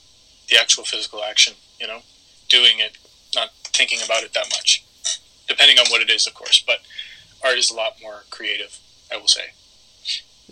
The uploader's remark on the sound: To ensure the health of our podcasters, this interview was conducted over the phone, and we are still working out the issues!